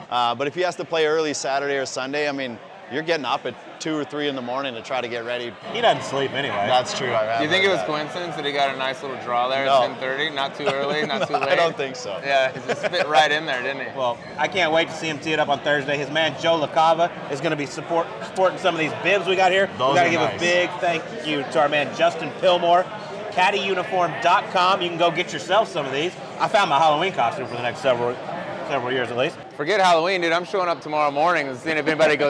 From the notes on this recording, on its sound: Live from Savannah Brewing Co. In Augusta.